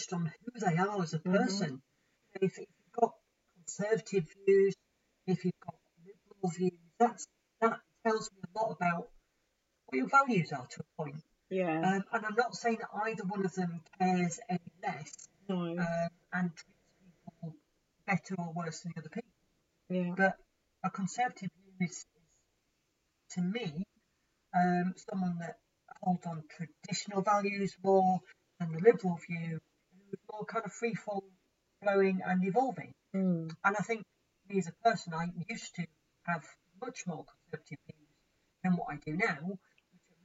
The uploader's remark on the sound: sorry poor sound quality